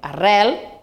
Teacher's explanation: una E oberta seguida d'una L